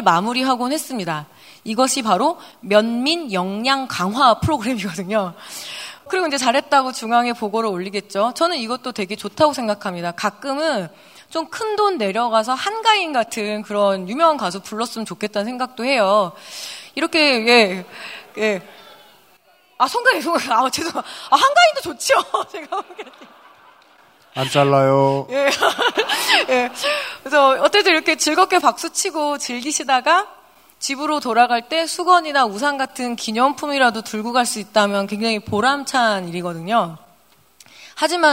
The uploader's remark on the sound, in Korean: 500회 특집 공개방송